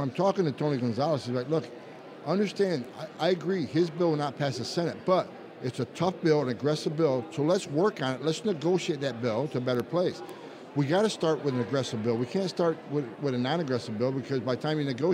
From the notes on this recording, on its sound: join the show from the Conservative Political Action Conference